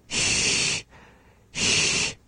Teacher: It's just staying down. And the dorsum area of the tongue, the middle area of the tongue, comes up slightly and creates a narrow passage in which we blow air from the lungs through the mouth. And so that is the sha. · With the sha, the tongue is more relaxed. The tip of the tongue isn't going anywhere. It's just staying down. And the dorsum area of the tongue, the middle area of the tongue, comes up slightly and creates a narrow passage in which we blow air from the lungs through the mouth.